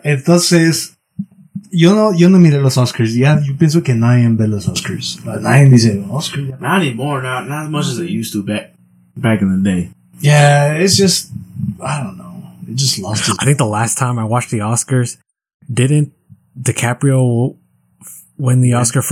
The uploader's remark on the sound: PLEASE EXCUSE OUR BAD AUDIO ON THIS EPISODE. WE APOLOGIZE AND WILL CONTINUE TO IMPROVE OUR RECORDING.